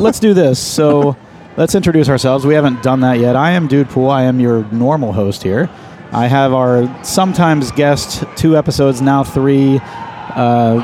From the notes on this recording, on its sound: Join us this week as we podcast from the Arnold Sports Festival in Columbus, OH.